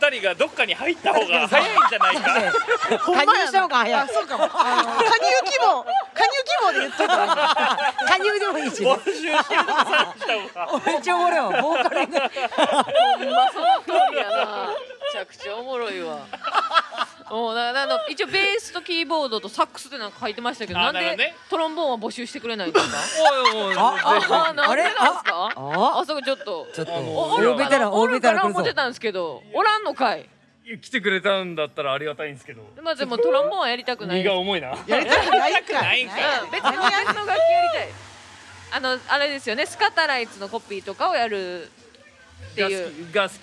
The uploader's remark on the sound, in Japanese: ヨルガオ。 のお客さんも巻き込む大盛り上がりの公開収録。周年のお祝いに飲みに来ているお客さんから生のお題をその場でいただくという公開収録ならではのスタイル。